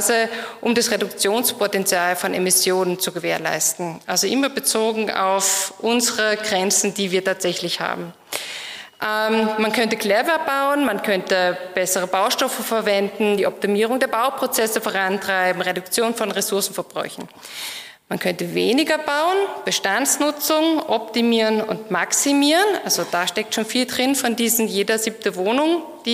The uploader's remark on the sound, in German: Die Aufzeichnungen dazu entstehen bei den Live-Veranstaltungen zur Direktwahl. Heute gibt es eine spannende Keynote.